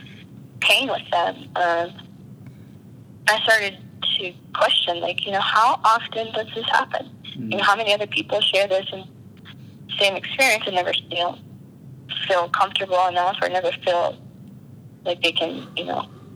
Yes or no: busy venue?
no